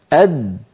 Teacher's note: لاحظوا بأن الدال ينقفل مخرجها تماما